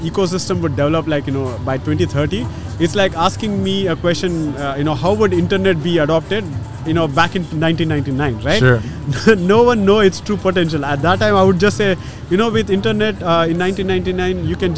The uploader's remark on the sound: The Change Officer is at Step 2022 Conference! We are joining the thousands of experts, leaders, and visionaries in conversations on technology & innovation in Dubai Internet City.